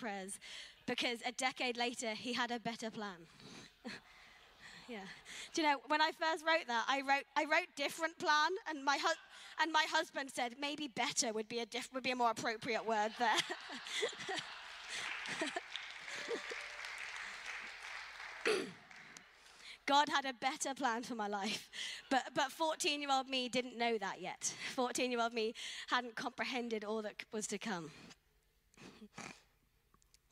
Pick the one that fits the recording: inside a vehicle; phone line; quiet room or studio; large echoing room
large echoing room